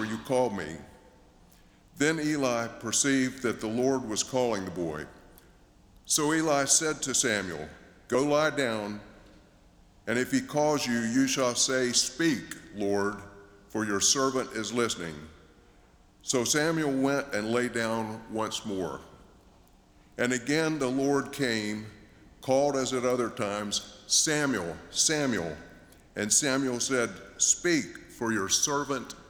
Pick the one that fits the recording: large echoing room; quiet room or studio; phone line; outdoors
large echoing room